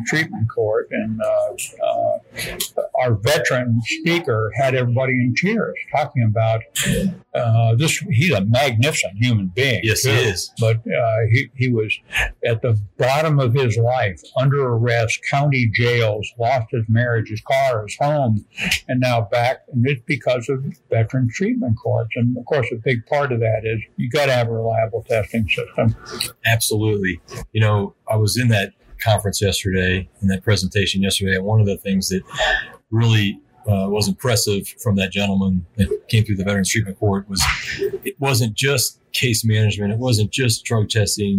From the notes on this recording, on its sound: at NADCP's RISE22 conference in Nashville, TN.